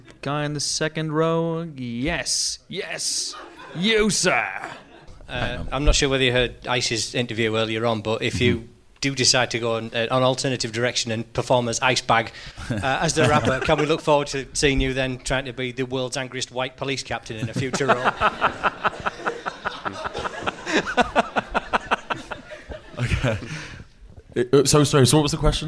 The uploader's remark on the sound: The Empire Podcast was recorded LIVE in front of an audience of lucky, lucky fans in Leicester Square's very own Prince Charles Cinema.